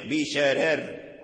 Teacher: فإذا وقفنا أيضا نقف بالترقيق بشرار نرقق الراء الأولى لأجل الكسر الراء الثانية